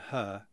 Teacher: This neutral schwa is that mid-mouth sound that you might make when you're trying to think of what to say. That's kind of that middle-of-the-mouth, unarticulated sound that everyone does in their own particular way in their own dialect.